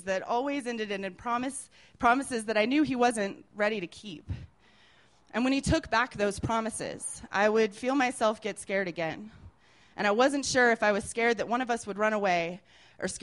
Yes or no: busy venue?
yes